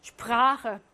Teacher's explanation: 프라하는요, 원래는 짧아야 하지만 예외적으로 길게 아 하고 발음합니다. 프라하. 왜 그런지 생각을 해보면 아가 지금 여기 목구멍에서 목구멍이 아니라 후설 모음이잖아.